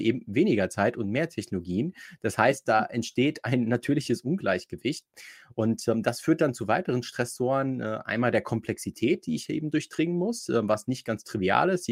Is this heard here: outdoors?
no